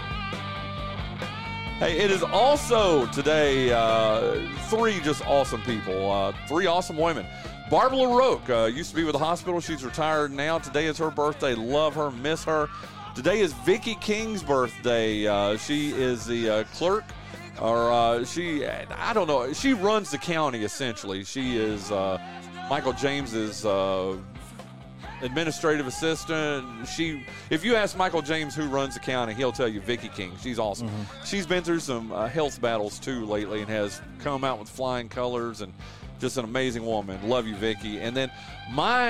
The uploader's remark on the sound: LIVE from North Wilkesboro